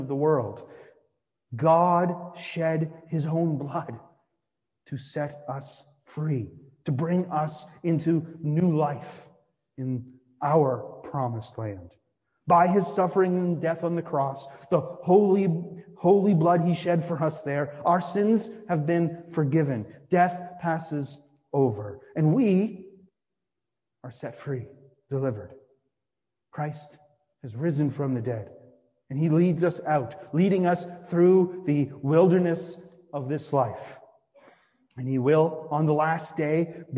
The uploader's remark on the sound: Sermon delivered on Midweek Vespers for the First Week in Advent.